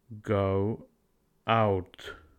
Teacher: We add W in a VV connection to leave a VC connection.